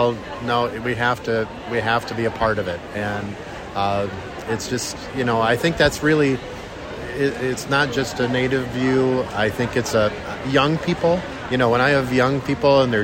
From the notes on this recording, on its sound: gives interviews live from the Minnesota State Fair